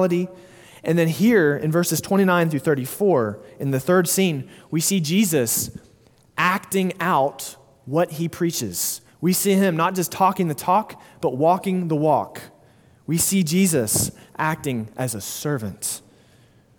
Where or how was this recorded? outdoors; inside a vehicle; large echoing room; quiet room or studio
large echoing room